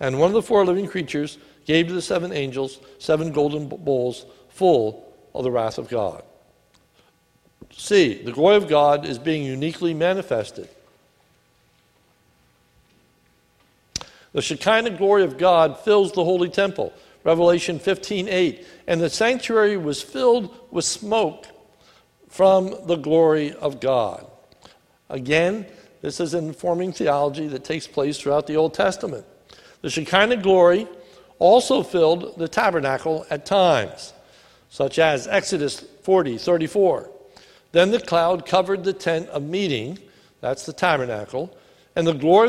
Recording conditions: large echoing room